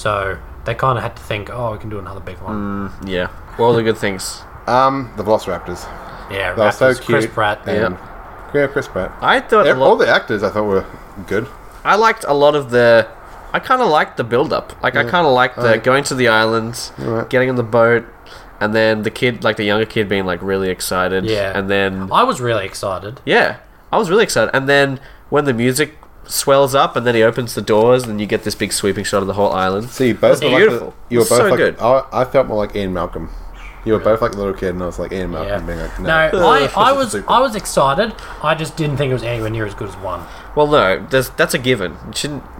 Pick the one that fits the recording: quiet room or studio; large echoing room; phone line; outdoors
outdoors